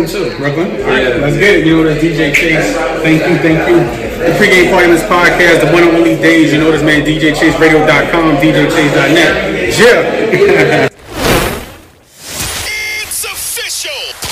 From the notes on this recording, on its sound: live at the Hood Media NYC’s Media Day Mayhem